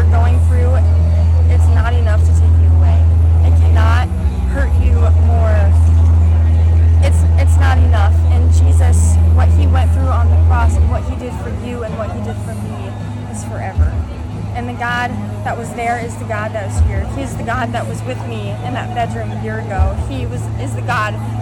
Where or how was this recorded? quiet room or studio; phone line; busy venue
busy venue